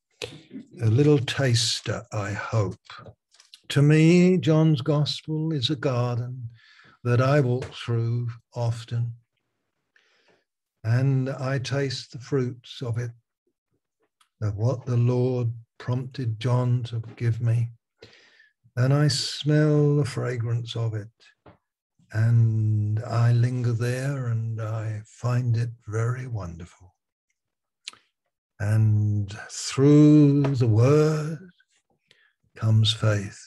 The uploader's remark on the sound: Malaysia Meets (Zoom)